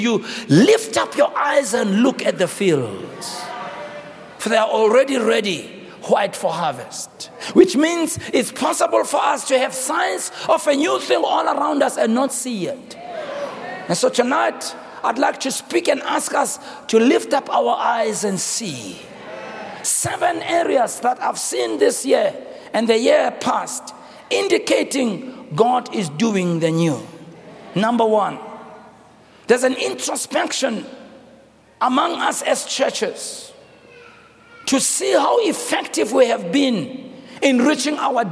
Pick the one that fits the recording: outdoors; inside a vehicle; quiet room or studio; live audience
live audience